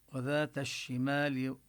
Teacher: وذات الشمال هنا اللام تدغم بالشين. لفظ شمال إجمالا لا يوجد شد على الميم على الشين، بلفظ شمال شمال لا يوجد شد على الشين، إنما هنا لأن اللام أضغمت في الشين فوضعوا الشد على الشين.